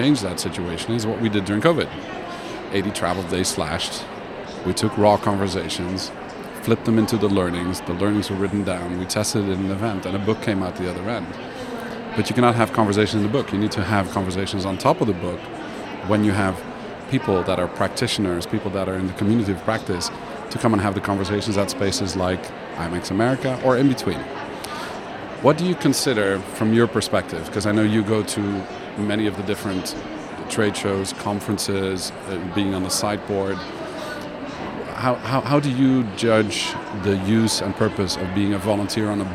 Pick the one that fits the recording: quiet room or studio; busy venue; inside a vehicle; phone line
busy venue